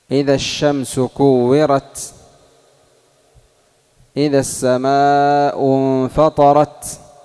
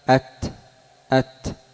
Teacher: انفطرت همس بدون تقريب إلى السين · Shown in: second take · لأن تقريبها إلى السين يخرجها من مخرجها فتصير سينا أو بين السين والتاء.